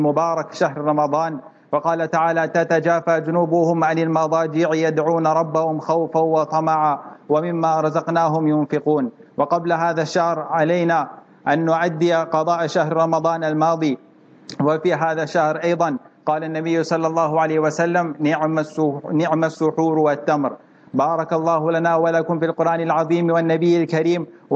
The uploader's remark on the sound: Jumah Lecture at Glenearn Road Soofie Masjid